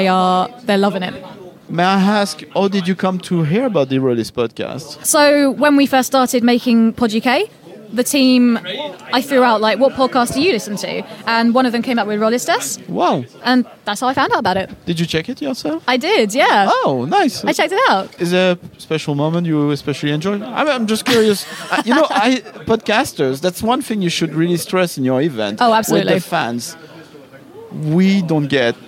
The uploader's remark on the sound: That Time Critical Role Ruled MCM London Comic Con. We are back in the halls of the ExCeL London.